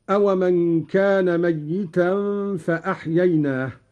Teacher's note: قرأ قالون بتشديد الياء هكذا: أومن كان ميتا فأحييناه، والتخفيف والتشديد في لفظ الميت لغتان.